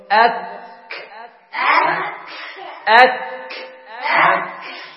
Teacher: أقصى اللسان مما يحاليه من الحنك الأعلى، تحت مخرج القاف · Term: الكاف